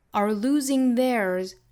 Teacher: there 后面的这个 S 读浊音